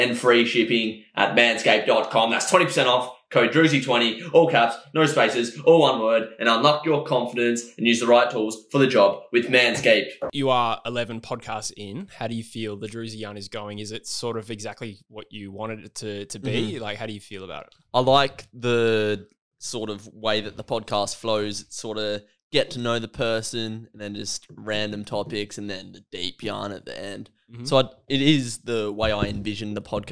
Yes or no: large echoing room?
no